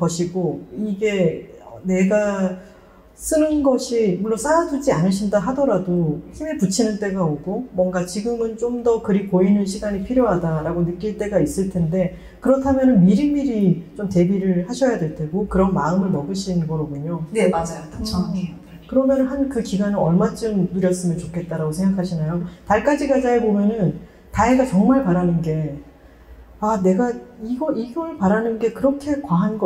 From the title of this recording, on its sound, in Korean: 특집 공개방송 2부